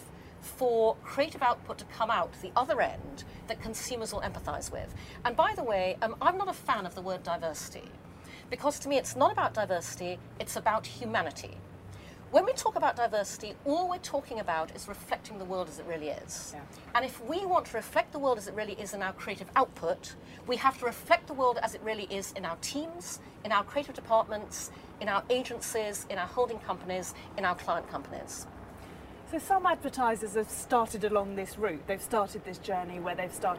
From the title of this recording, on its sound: Live at Cannes Lions